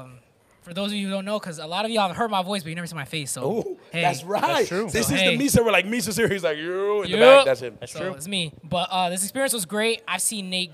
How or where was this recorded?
live audience